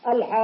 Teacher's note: هذا الحرف المشدد مكون من حرفين، القاف الأول ساكن والثاني مفتوح، فأطغم الحرف الساكن القاف الساكن في القاف المتحرك وكون قاف مشددة، إذن فالسكون موجود. · Term: الكلمي المثقل